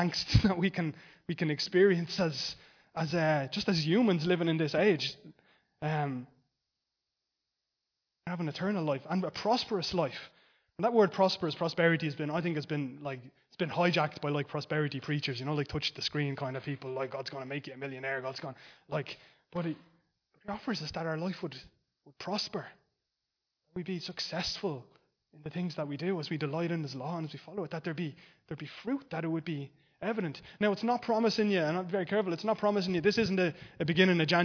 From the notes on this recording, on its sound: Recorded live in Liberty Church on 8 Jan 2023